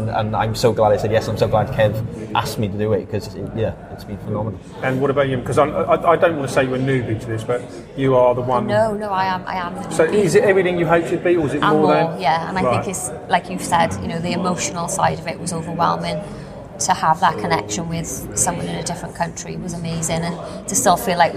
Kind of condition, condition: setting, busy venue